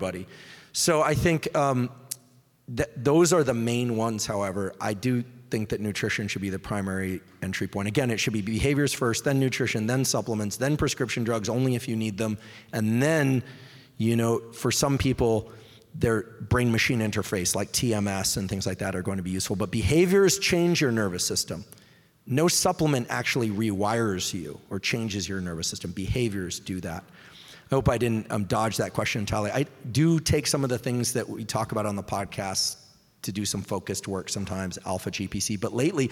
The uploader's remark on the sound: LIVE EVENT Q&A. Question & Answer in Seattle, WA.